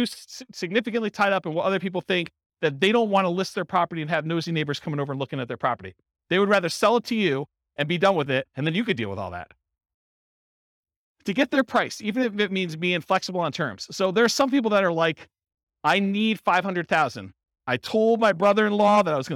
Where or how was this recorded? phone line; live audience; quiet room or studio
live audience